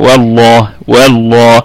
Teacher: واللام مفخمة لأنها مسبوقة بفتحة · Term: تفخيم اللام